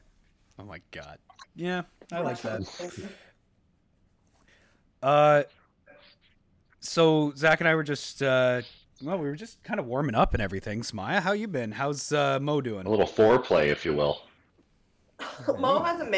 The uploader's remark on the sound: new audio equipment sorry for any audio issues